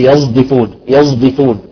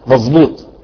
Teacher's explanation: أحيانا الصاد بتصير قريبة للزاي · Term: إشمام الصاد إلى الزاي